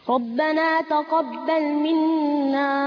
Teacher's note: النون مشددة تاخد غنة حركتين